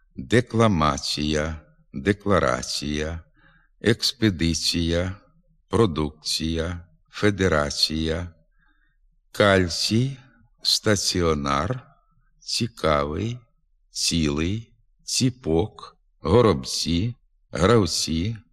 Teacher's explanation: Приголосний «ц» завжди м'якшиться перед голосним «і».